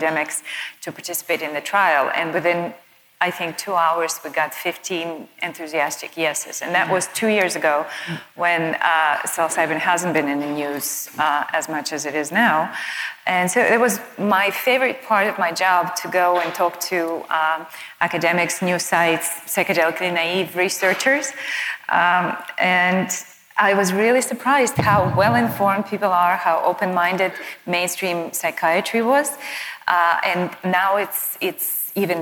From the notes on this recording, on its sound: Panel Conversation. This was recorded on the main stage at the 2019 CNS Summit which was held in Boca Raton, Florida.